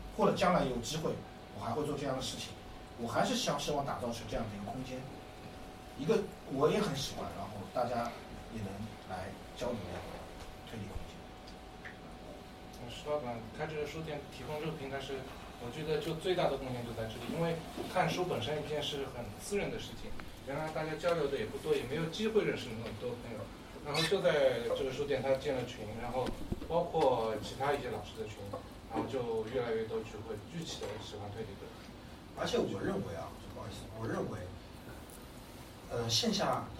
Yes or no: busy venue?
yes